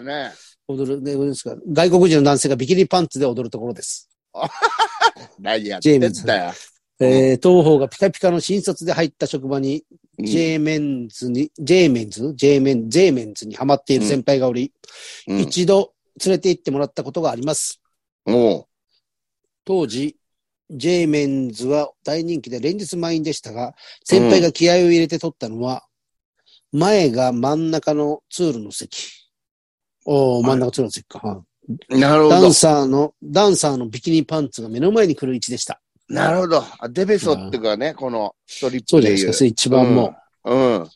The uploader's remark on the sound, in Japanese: ZOOMで収録